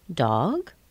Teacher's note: if you're asking a question, the gliding sound goes up.